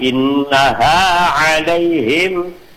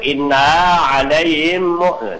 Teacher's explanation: Jadi pangkal tenggorokan itu keluar H dan A. · Shown in: first take · Mu itu sampai ke pangkal tenggorokan juga.